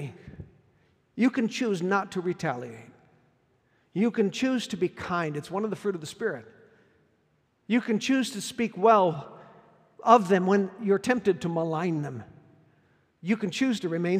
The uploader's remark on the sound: Recorded at our Sunday gathering on September 03, 2023 in Port Orchard WA.